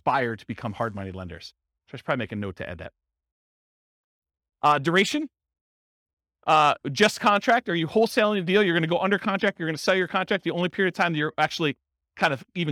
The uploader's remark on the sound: This was a live class recorded